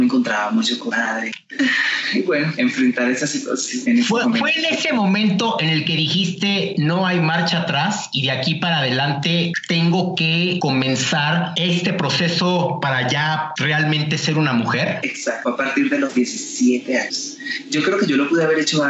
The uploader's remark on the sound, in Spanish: conversó vía Skype desde Bogotá con CNN en Español